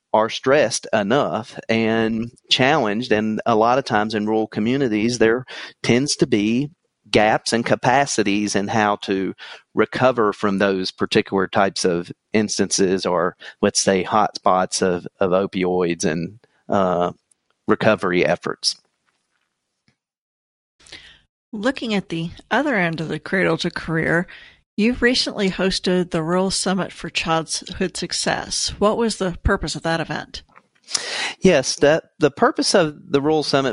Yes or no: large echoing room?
no